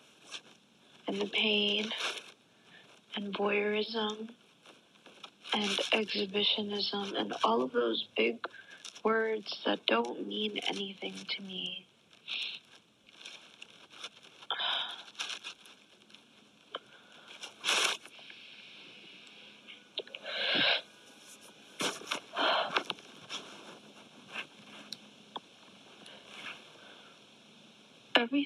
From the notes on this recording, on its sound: this was a snippet of a voice memo I recorded while I was crying